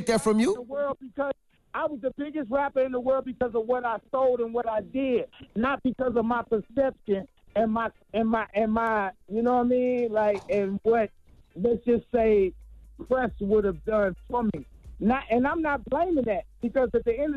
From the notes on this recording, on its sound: The Breakfast Club opened up the phone lines. We opened up the phone lines to see if any of our listeners would still be friends with someone who was currently dating their ex.